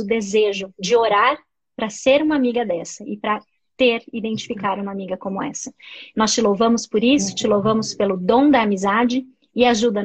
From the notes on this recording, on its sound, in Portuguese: uma live no seu Instagram regada a café